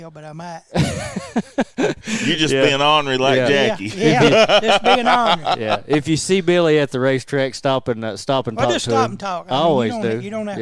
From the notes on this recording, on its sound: live from Graphic Impressions